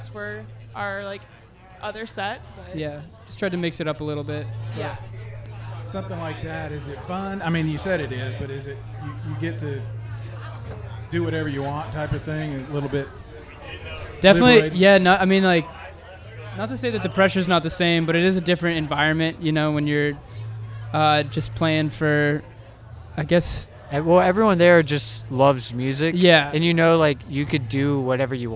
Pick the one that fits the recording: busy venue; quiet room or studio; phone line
busy venue